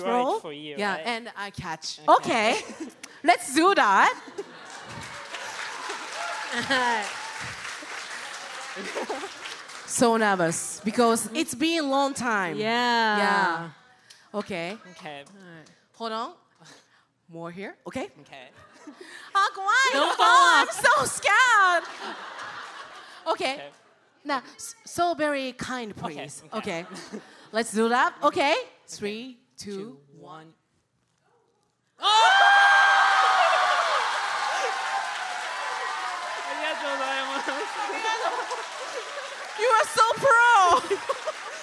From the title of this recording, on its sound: The Podcast LIVE! Snippets from Chicago!